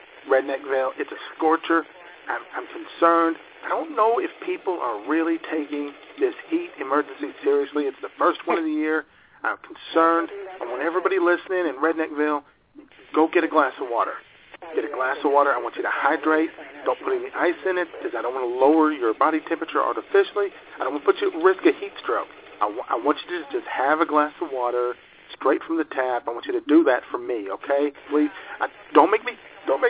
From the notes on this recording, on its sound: taking your phone calls